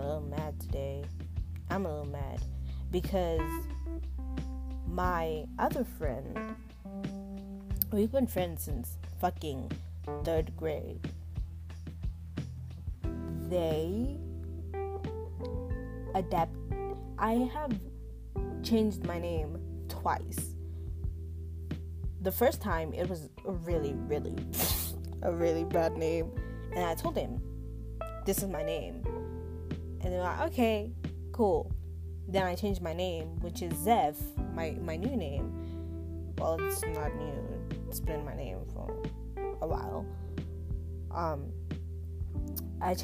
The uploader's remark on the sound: hang out with me and my shitty mic